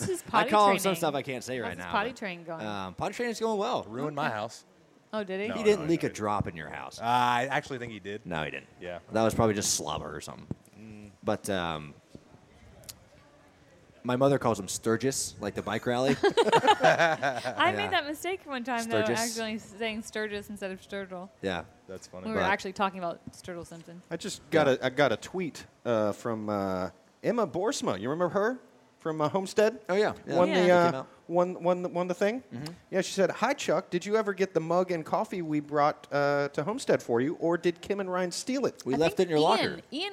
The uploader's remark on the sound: Live from Daytona